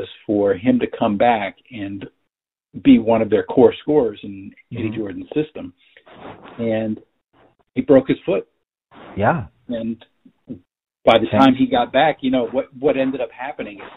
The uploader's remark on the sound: Apologies for the audio quality. We had the dreaded technical glitch and had to record using an app that was less than optimal.